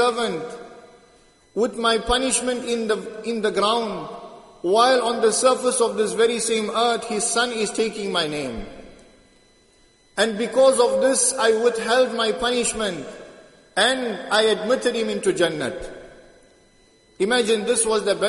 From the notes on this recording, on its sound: Jumuah lecture at Masjid ut Taqwa 13 Jan 2023